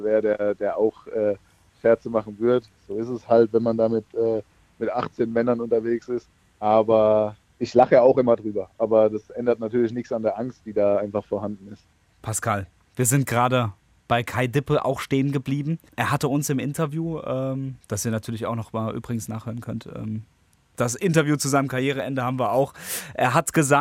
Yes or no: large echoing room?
no